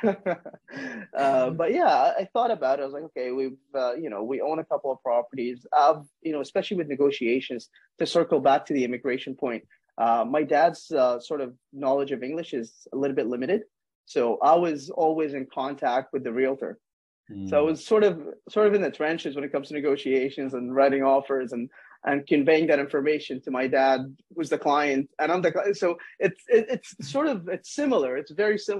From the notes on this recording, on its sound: This is a recording of a casual Zoom Interview